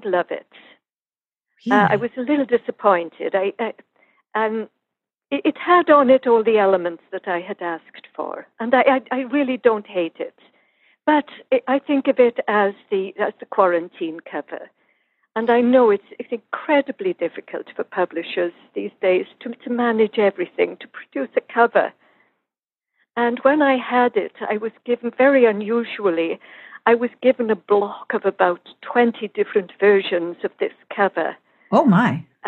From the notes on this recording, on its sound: This was recorded by phone, so the audio is a little different.